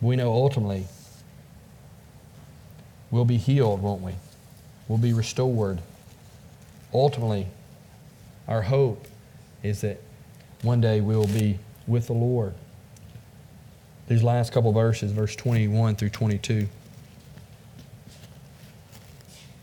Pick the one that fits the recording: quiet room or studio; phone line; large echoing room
large echoing room